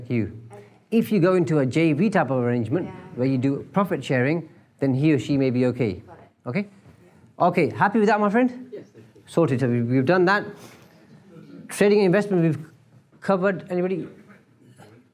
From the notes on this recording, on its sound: Live from one of his spellbinding events.